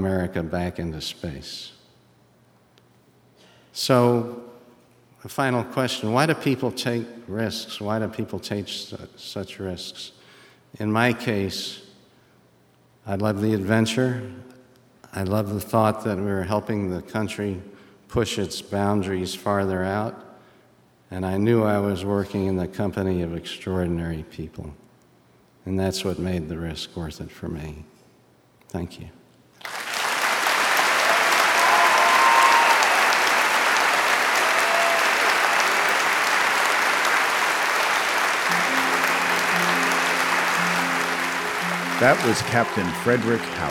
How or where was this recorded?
live audience